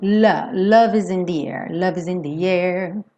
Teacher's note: As vogais estão menos desenhadas, menos definidas.